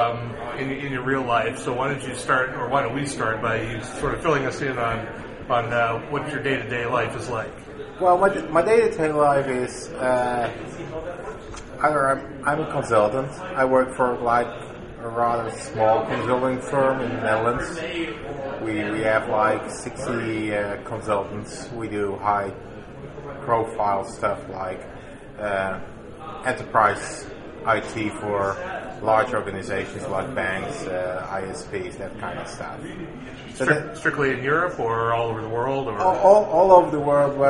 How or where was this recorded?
busy venue